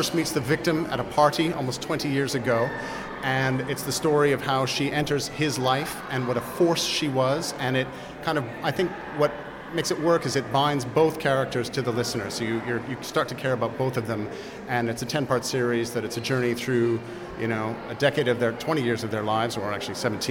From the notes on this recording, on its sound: Were live at Saturday's British Podcast Awards in London, talking to the winners and audio industry execs.